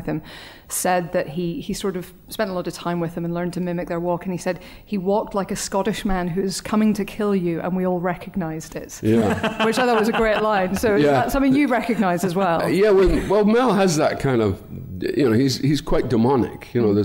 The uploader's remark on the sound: Edinburgh Live Special. In honour of the Edinburgh International Film Festival up in, um, Edinburgh, the Empire Podcast team made the long and treacherous journey over Hadrian's Wall to record a very special live edition of the show.